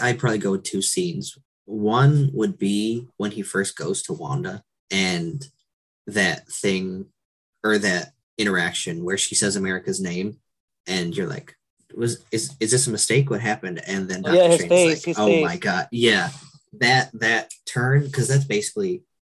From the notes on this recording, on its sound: This episode might of felt rushed because at time of recording I was using the free version of Zoom which allows only a 40-45 meeting time limit so we had to end it quickly when we realized we were running out of time.